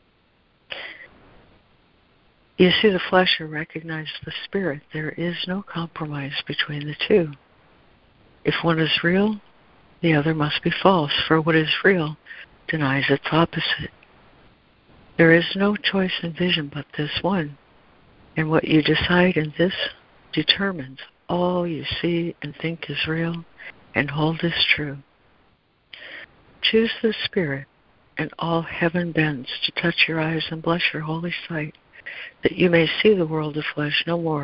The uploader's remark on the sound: ACIM Daily Conference Call